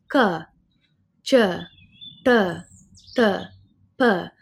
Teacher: all the consonants of Sanskrit naturally have that inherent uh after it. So you have like ka, ch, pa.